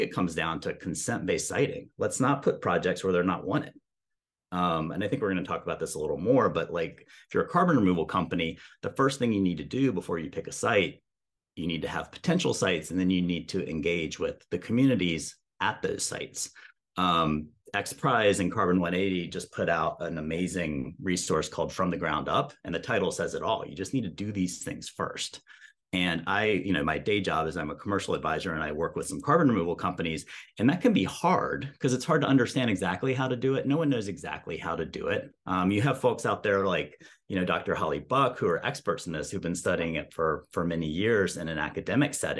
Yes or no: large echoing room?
no